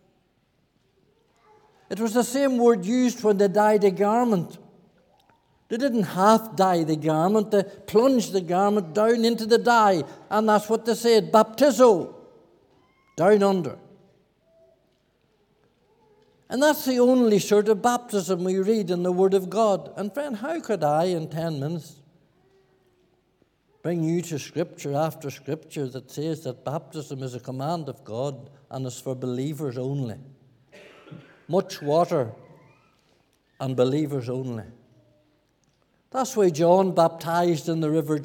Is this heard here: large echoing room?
yes